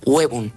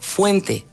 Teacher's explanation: En un momento de la evolución del latín al castellano, la O tónica diptongó en UE